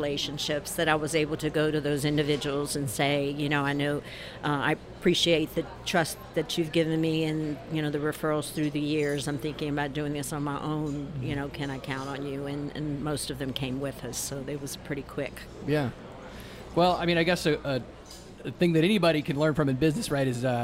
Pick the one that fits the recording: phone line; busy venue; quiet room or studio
busy venue